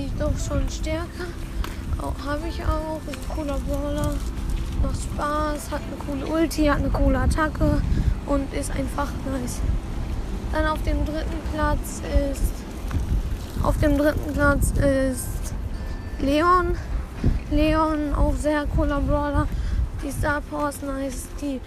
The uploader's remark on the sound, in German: Sorry wegen den Hintergrundgeräuschen